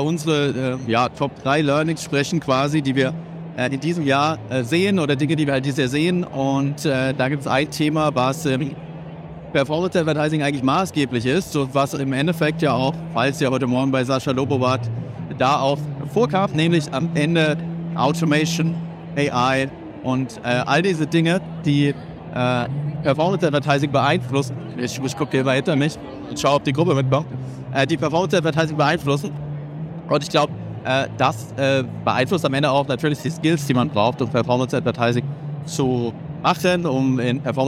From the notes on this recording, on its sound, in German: Live Podcast von der OMR2023. In unserer Guided Tour über das Festival.